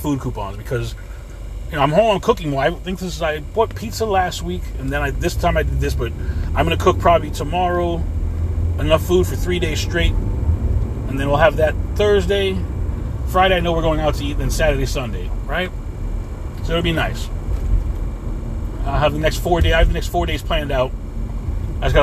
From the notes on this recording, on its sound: In this CarCast